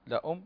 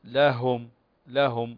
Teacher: أظهر الهاء، لا تقرأها كأنها همزة · Shown in: second take · لأم، لا، لهم، لهم.